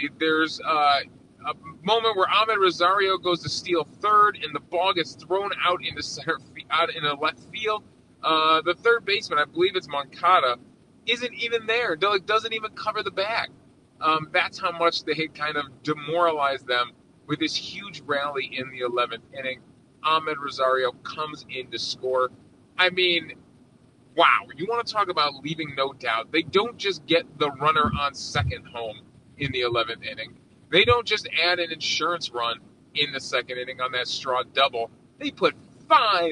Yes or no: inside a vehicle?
yes